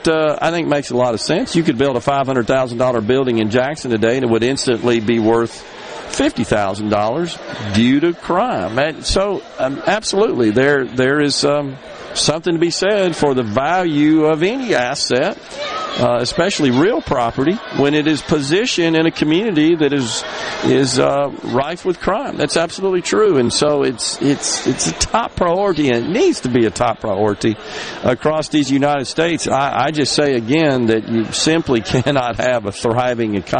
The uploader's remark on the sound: is LIVE from the Mississippi Municipal League's Annual Conference on the MS Gulf Coast